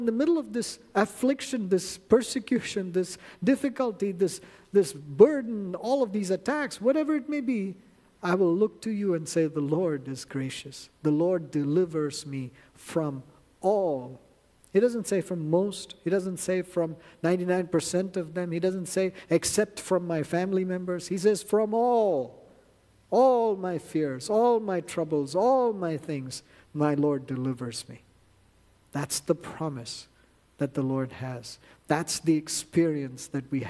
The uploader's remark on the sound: at New Life Fellowship Church, Concord, NC, on Sunday, November 5, 2023